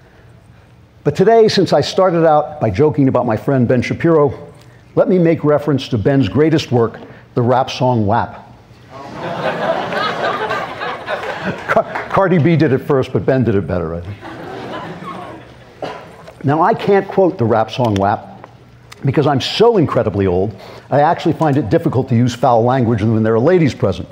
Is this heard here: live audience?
yes